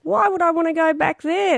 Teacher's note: these people spoke with this flat nasal tone. They softened, they lengthened, they flattened their vowels · Term: heavy Australian accent